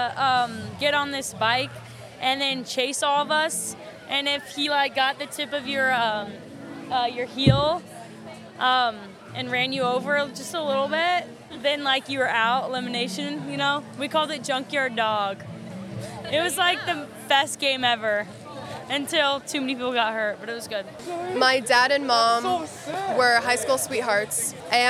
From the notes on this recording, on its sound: WFHB’s Youth Radio team recorded a new episode of voices in the street on IU’s campus during September’s First Thursdays Festival.